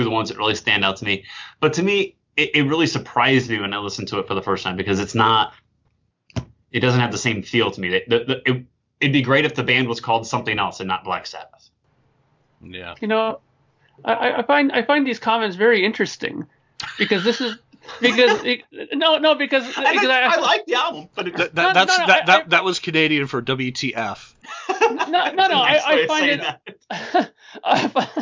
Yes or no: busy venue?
no